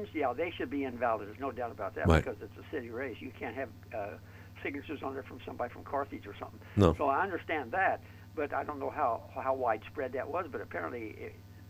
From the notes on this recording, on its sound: A second candidate called in today